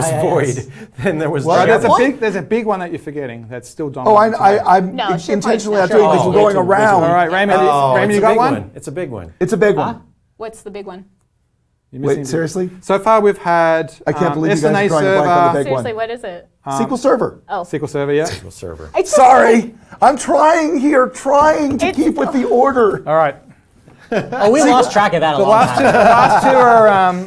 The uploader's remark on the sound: Join us in the Channel 9 Studios, with a live studio audience, for a Game Show!